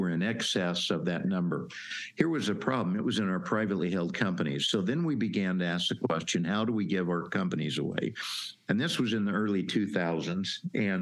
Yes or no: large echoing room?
no